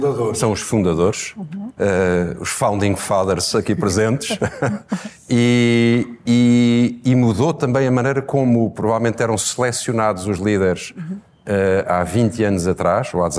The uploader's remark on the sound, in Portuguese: Episódio especial ao vivo. Gravado ao vivo no lançamento da 20ª edição do prémio Primus Inter Pares.